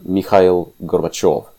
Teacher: The stress is on the last vowel.